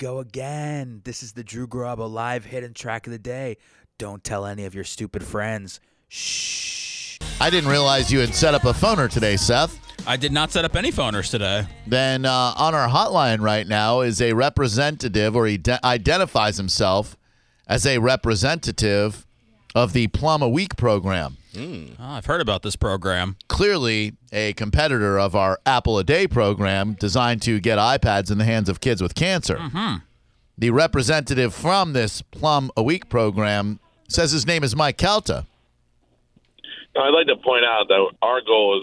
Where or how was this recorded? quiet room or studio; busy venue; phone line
phone line